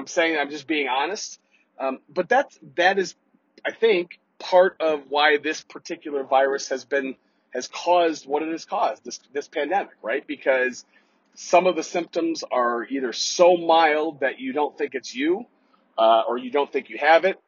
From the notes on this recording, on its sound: In this solo episode. Apologies for the bad audio... I didn't have Pip perform his audio wizardry.